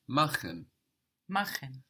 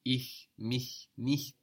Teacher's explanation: So when we have a CH with an I or an E before, it's soft. When we have another vowel before it, it's hard with friction, like in machen. · Shown in: first take